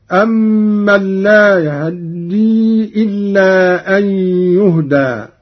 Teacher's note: باختلاس فتحة الهاء، وهو اختلاس الجزء الأكبر من الفتحة مع السرعة، وله أيضا الإسكان، وكل من الاختلاس والإسكان ورد لغة وقراءة هكذا: أمن لا يهدي إلا أن يهدى.